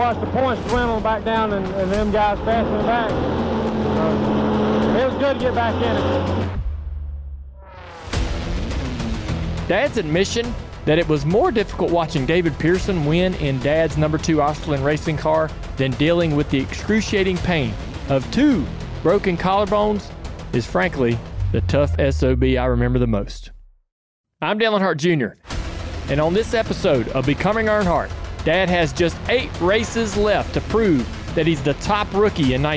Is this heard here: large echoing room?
no